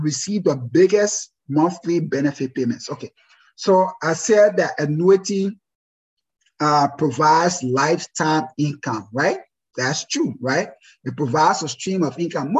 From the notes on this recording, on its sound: This is a recording of our first live webinar.